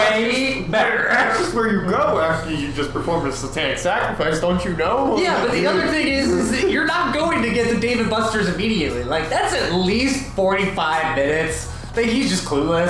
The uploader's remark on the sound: Pardon the audio for the back half as the garage had an echo and the heater was running so we didn't freeze to death.